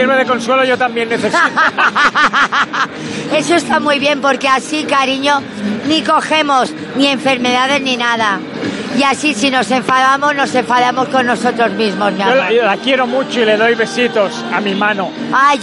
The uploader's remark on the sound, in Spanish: Ya están aquí las entrevistas grabadas en el Salón Erótico.